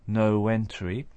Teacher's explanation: we can hear a linking w between the word no and entry